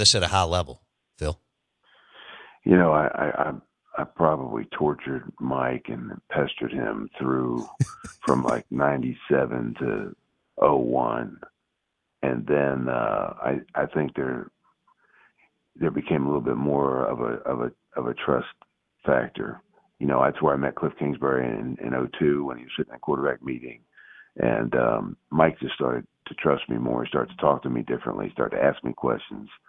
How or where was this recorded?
phone line